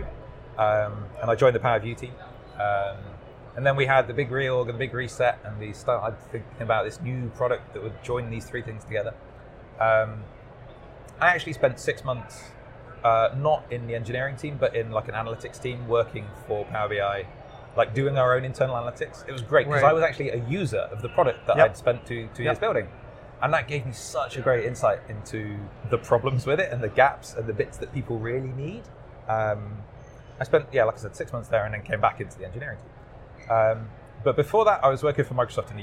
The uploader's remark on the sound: Recorded at Microsoft Ignite in Orlando.